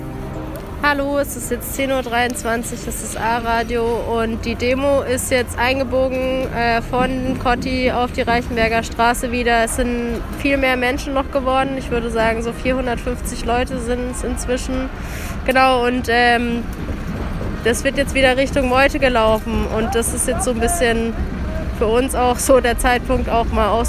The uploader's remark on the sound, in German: Unsere Live-Berichte zur Räumung zum Nachhören.